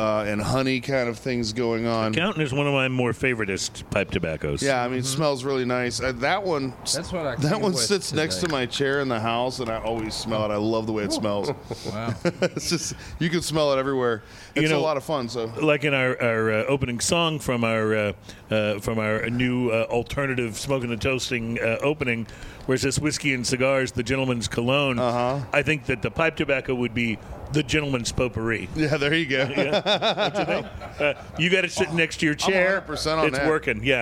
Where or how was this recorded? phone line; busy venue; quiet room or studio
busy venue